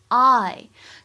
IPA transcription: aɪl